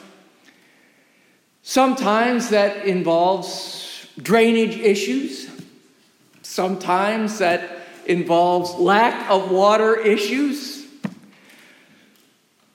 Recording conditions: large echoing room